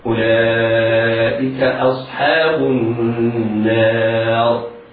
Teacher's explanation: أولئك أصحاب، الصاد في كلمة أصحاب حرف مفخم وقبلها الهمزة، على القارئ أن يعتني بترقيق همزة أصحاب، والحاء بعد الصاد أيضا مرققة، على القارئ أن يعتني بترقيقها. إذا عند الصاد مفخمة بين حرفين مرققين هما الهمزة والحاء